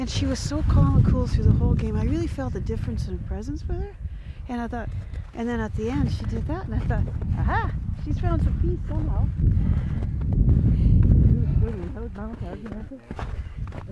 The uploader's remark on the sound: rides in an old half-ton truck